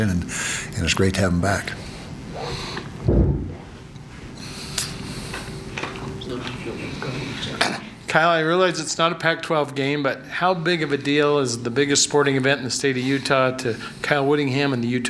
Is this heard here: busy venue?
yes